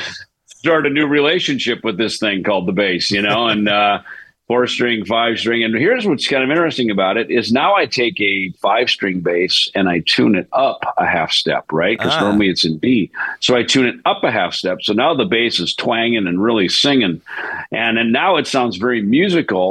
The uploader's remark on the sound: Zoomed in to talk.